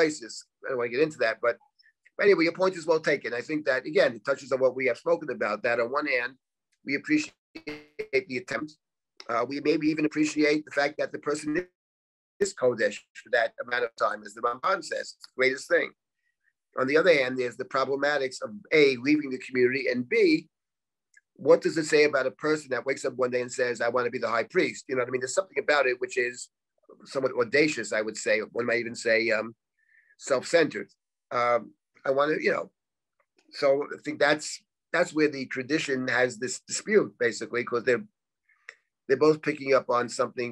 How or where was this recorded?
video call